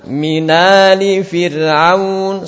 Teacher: Atau hamzahnya dibuang, tapi harokatnya diletakkan pada tanwinnya ataupun nunnya. Jadi tinggal mina. · Term: nakal